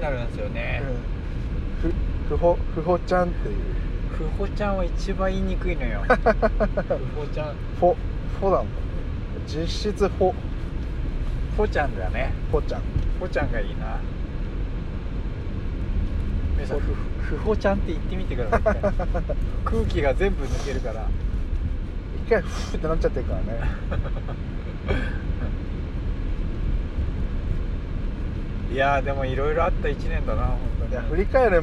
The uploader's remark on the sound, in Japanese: ドライブで、無駄なはなし